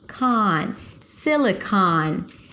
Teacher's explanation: Although there is an O here, it's actually an ah. · IPA: ˈsɪlɪkɑn